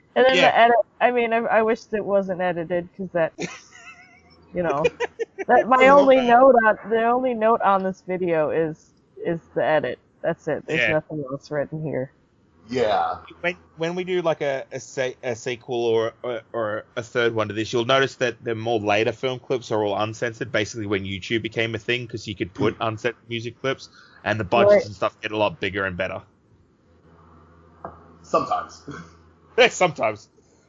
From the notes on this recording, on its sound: Sorry about the audio and such, recording got funky and I couldn't salvage it the way I was hoping. It also made it very hard to edit, so there may be parts that weren't intended to be in the final cut.